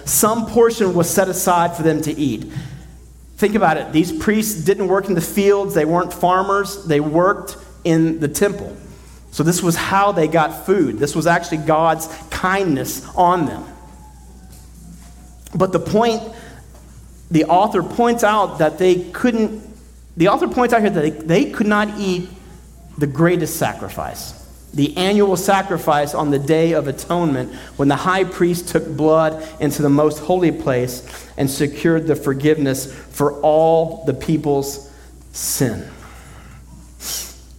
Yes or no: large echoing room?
yes